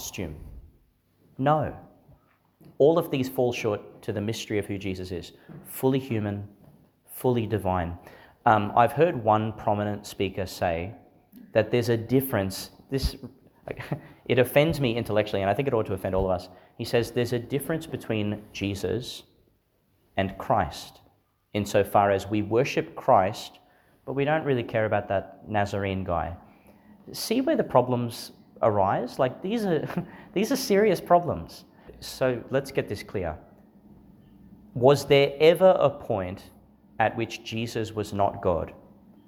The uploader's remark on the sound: delivered in St Therese's Church, Monto, Qld.